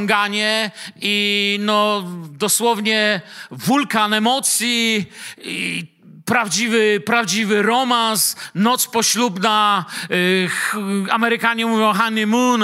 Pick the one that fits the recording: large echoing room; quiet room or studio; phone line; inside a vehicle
large echoing room